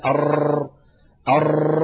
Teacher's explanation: فإذا نقول أر، نجد أن اللسان فيه شيء من الارتجاف، لكن هذا لا يؤدي إلى أر، هذا مبالغة في التكرار يؤدي إلى ظهور أكثر من راء